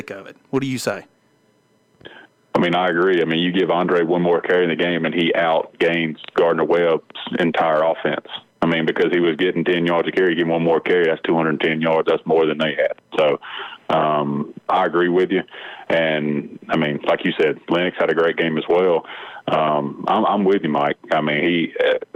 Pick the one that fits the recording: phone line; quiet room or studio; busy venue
phone line